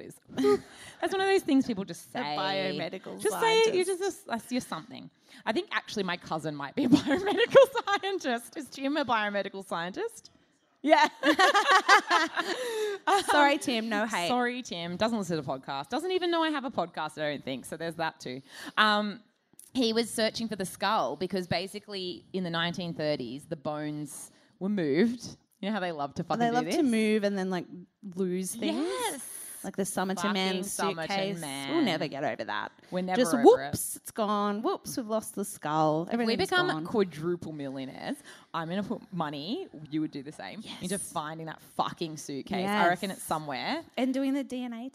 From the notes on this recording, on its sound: Melbourne Live Show. AAMH's live show recorded at Melbourne's Chapel Off Chapel theatre.